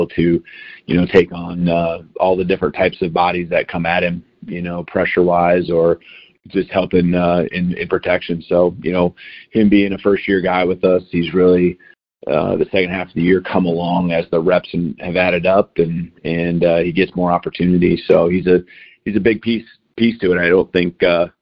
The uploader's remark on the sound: National Championship Game Teleconference